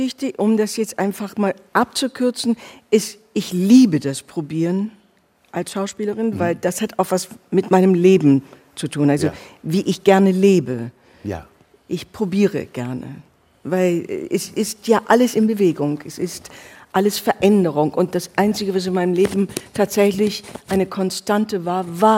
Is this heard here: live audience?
yes